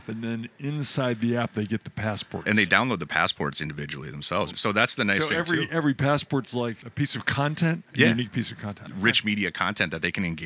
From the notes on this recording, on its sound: Live From ESTO. In Grand Rapids.